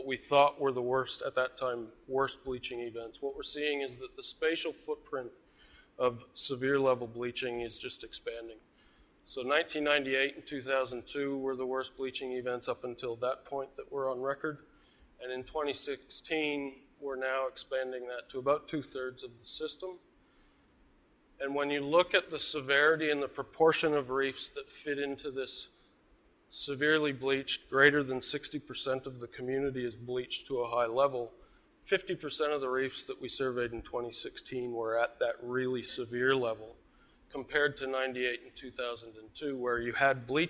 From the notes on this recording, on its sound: IFE Visitor Lecture recorded on 24 August, 2018.